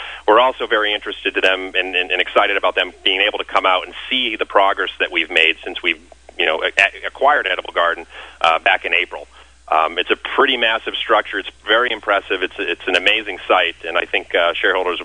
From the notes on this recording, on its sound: called into SmallCapVoice.